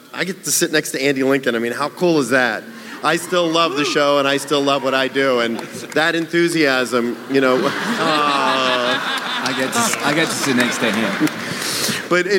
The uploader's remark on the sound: The Walking Dead Panel SDCC '11. The audio from The Walking Dead panel at San Diego Comic-con 2011!! In front 6000 kindly nerds who patiently waited several hours to get in!